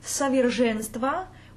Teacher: we get an unstressed O that's very far away from the stressed syllable. Singers and coaches should know that this vowel has to be even a little darker.